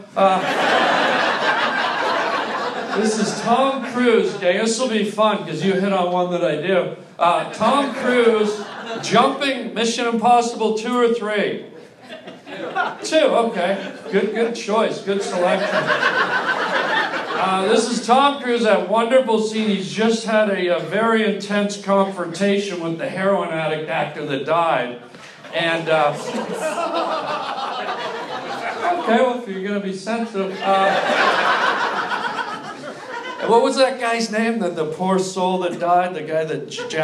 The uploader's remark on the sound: LIVE stand up comedy